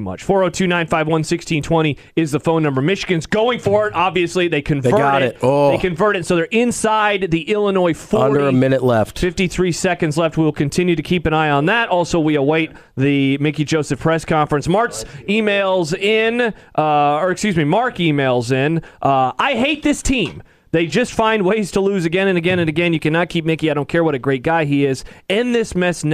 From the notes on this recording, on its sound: Post-game Press Conference.